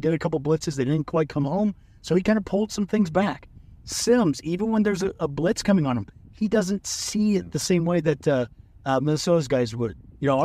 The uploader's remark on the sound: While driving home from Minnesota.